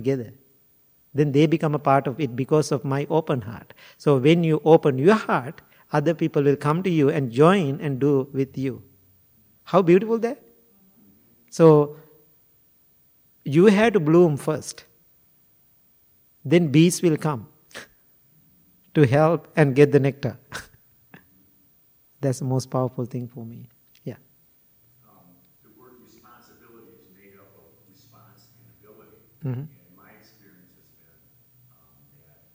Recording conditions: large echoing room